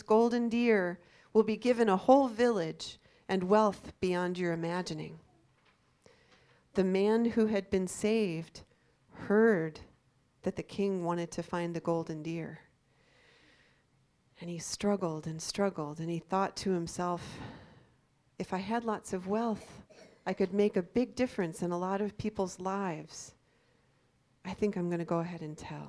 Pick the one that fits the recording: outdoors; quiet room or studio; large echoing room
large echoing room